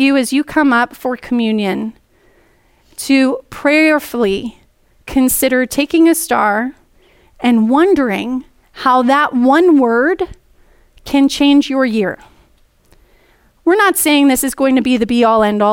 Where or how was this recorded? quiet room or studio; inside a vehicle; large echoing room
large echoing room